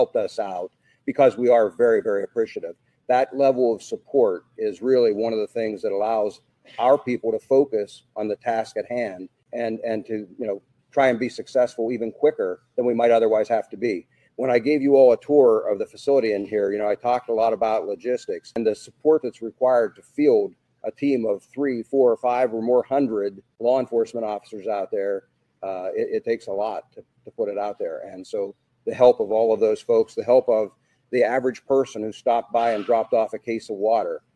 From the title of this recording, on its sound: Live Press Conference